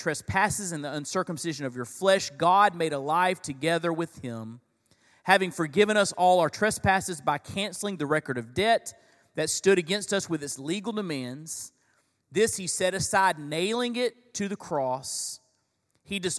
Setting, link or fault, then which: setting, live audience